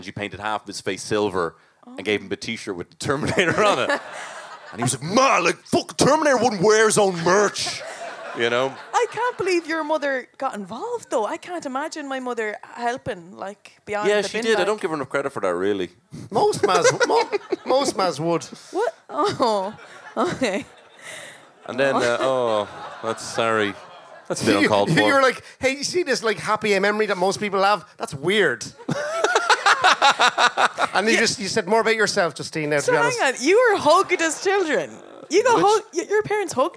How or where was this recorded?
live audience